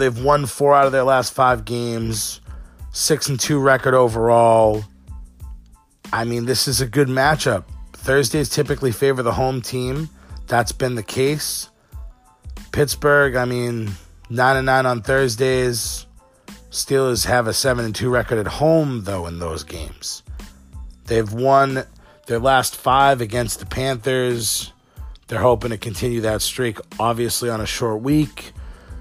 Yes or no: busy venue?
no